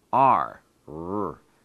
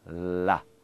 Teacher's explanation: When you say the R, your tongue does not touch the top of your mouth. · Shown in: first take · Term: R sound